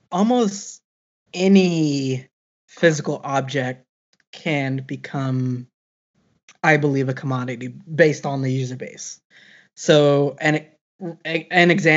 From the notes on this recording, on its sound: Another quarantine episode over skype.